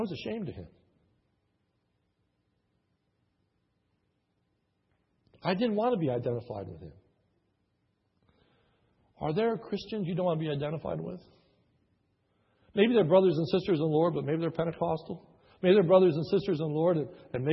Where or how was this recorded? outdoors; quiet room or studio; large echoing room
large echoing room